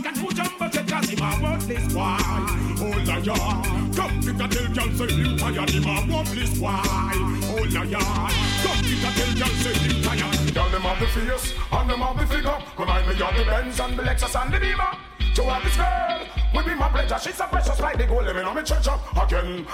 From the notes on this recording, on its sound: LIVE AUDIO from Signature Wednesdays at Boulevard in NY on Feb 7th